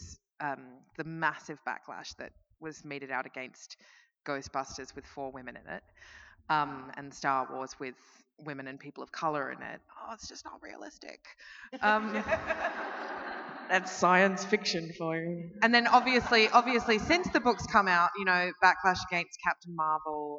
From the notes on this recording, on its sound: This session was recorded at the 2019 Newcastle Writers Festival.